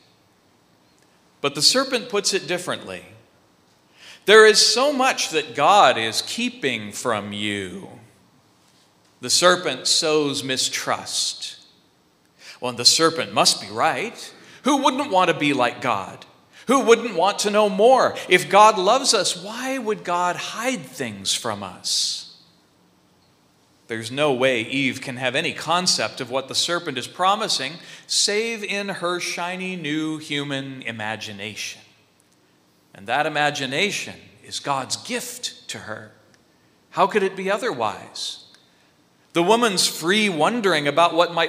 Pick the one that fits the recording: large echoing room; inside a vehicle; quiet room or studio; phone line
large echoing room